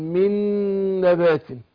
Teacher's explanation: اضغمنا النون الاولى في الثانيه